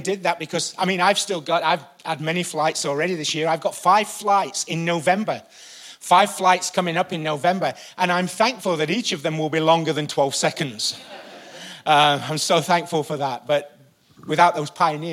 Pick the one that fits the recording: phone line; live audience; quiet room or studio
live audience